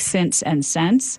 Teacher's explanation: I might start saying pin and pen more alike, but I probably don't know that the same vowel needs to merge in words like since and sense.